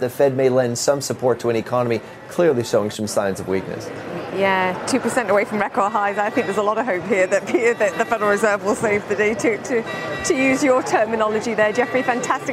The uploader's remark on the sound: Live from the New York Stock Exchange.